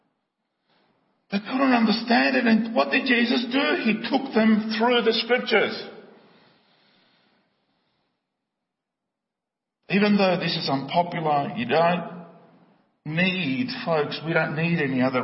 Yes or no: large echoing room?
yes